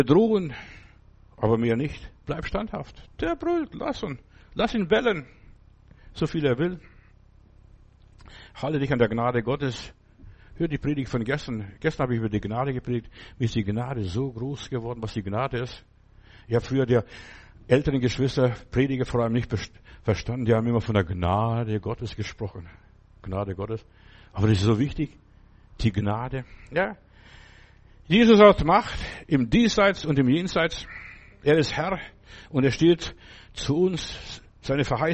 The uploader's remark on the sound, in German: März 2024 im Gemeinde-Zentrum in Berlin aufgenommen.